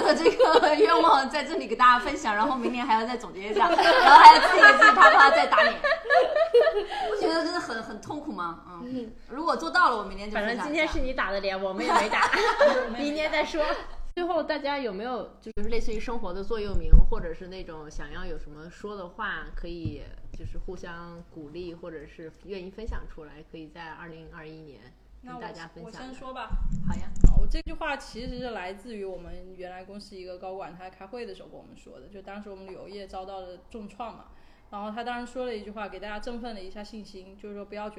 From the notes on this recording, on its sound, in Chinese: 本期因收音设备开小差，音质或有些许瑕疵